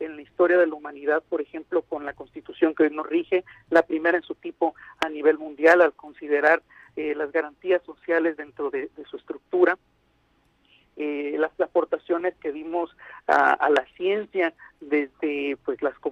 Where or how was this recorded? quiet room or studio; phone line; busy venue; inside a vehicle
phone line